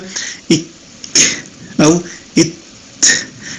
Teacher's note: الكاف والتاء فعلا فيهما شدة ولكن فقط عند بداية النطق بهما، ثم بدلا من أن يتقلقلا كما هو سائر الحروف الشديدة يهمسا فينتقلان من قوة إلى ضعف. · Term: الهمس